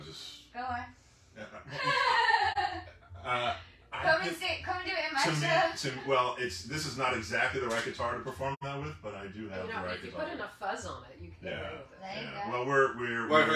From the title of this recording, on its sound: Live at the Peppermint Hippo!